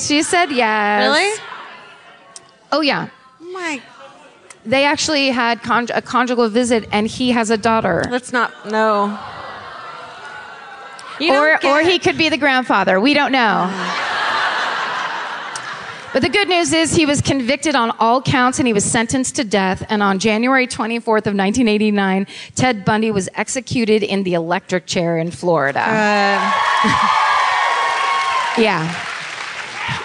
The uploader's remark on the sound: Live at The Neptune. Live in Seattle.